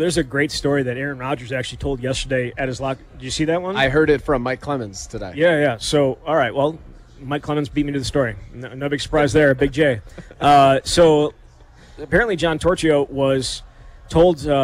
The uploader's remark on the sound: live from Monk's Bar and Grill in Sun Praire